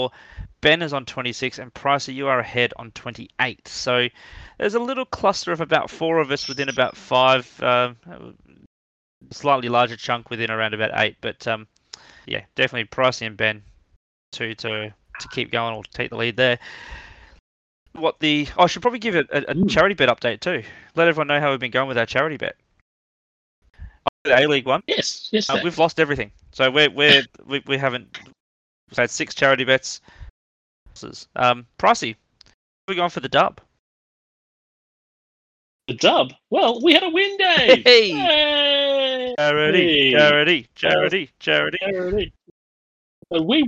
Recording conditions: drop-outs